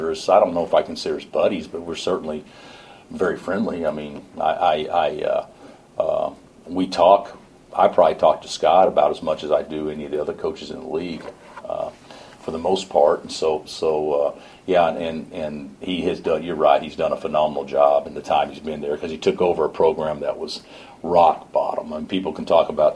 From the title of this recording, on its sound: Press Conferences & Post-Game Interviews